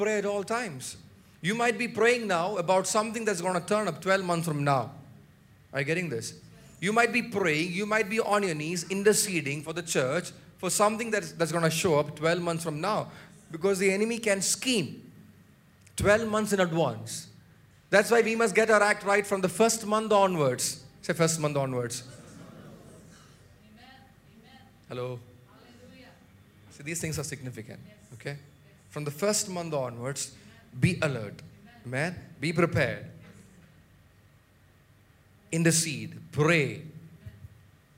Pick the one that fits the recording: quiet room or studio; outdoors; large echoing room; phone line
large echoing room